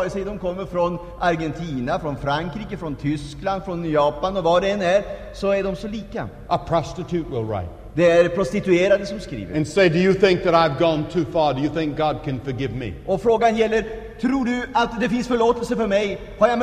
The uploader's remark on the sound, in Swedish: Inspelad i Scandinavium, G&#246;teborg 1977-01-14